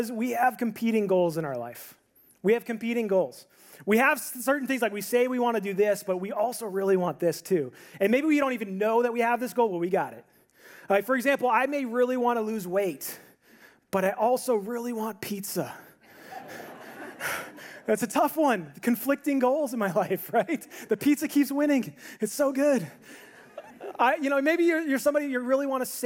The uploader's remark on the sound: This audio is from a sermon that I preached on New Year's Eve at my church.